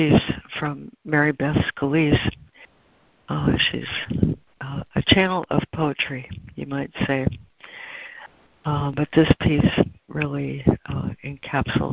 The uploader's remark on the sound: ACIM Daily Conference Call